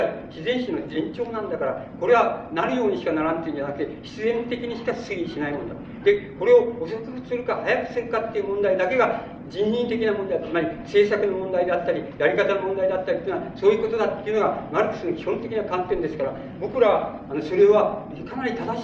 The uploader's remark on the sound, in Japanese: 場所：長岡市北越銀行ホール。音源は主催者提供だが、 客席から録音されたもの。